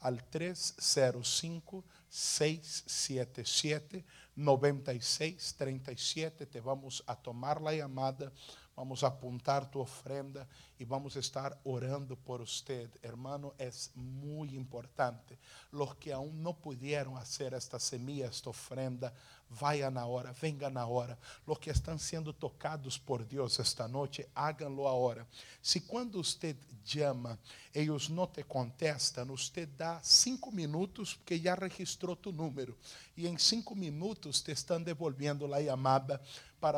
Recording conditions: large echoing room